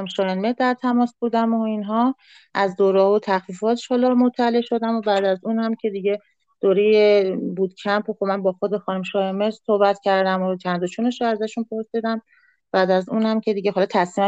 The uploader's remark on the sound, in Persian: جلسه پایانی چهارمین بوتکمپ دیجیتال مارکتینگ آکادمی اینفوگرام به مبحث پادکست اختصاص داده شد. این اپیزود به صورت زنده و آنلاین ضبط شده است و افراد حاضر در گفتگو در سه نقطه مختلف حضور داشتند.